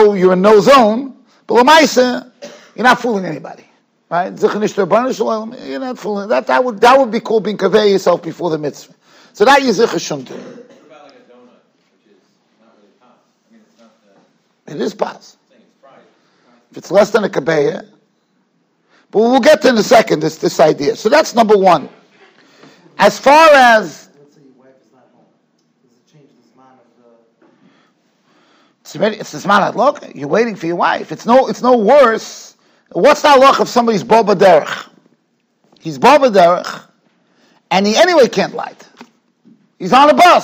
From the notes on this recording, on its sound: Shiur recorded in Yeshivas Ohr Reuven, Monsey, NY.